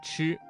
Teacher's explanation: 在发声前要先堵塞气流，然后突然放开，形成爆破音 · Term: 翘舌音